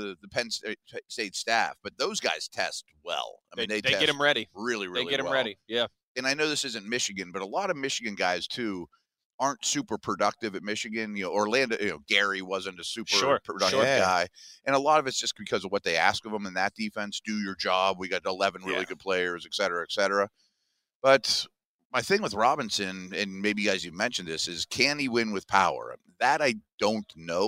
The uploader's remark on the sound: The Blitz LIVE from the NFL Combine.